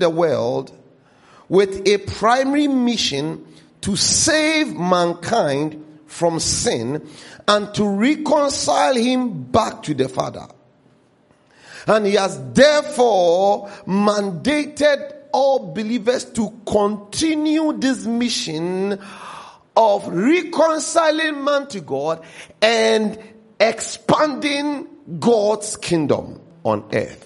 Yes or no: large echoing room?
yes